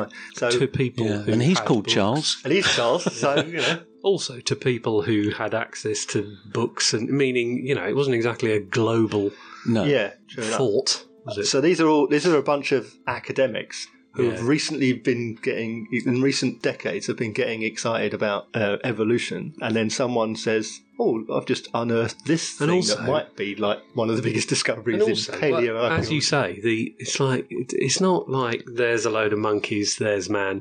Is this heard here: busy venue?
no